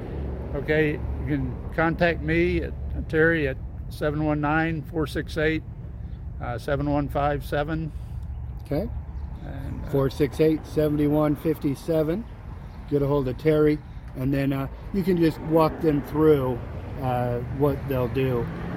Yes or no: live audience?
no